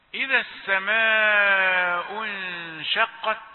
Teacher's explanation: أن الذال في لفظ إذا ذال لثوية